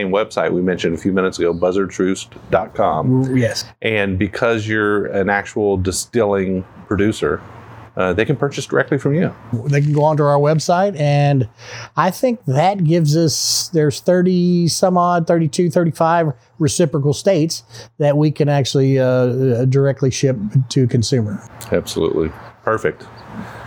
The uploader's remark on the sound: while enjoying the outside dining area at Bourbon's Bistro in Louisville